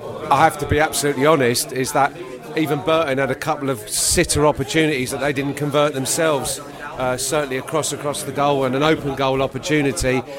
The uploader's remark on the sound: post-match podcast from the pub